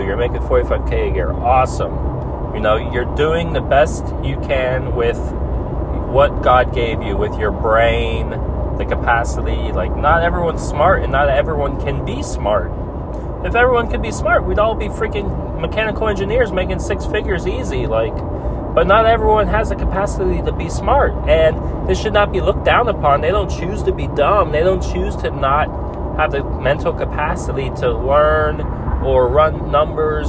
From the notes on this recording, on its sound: I talk while driving home from work